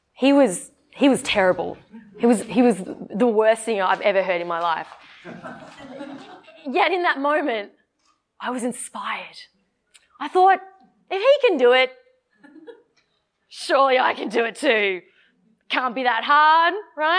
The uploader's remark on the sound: This is the raw recording of the Toastmasters D73 Convention workshop